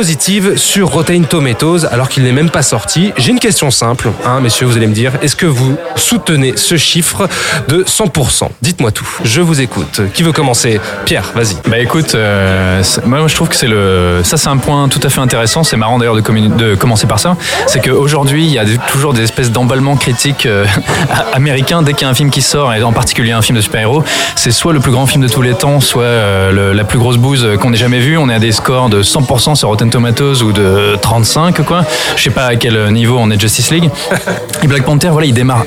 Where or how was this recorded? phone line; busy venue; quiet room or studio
busy venue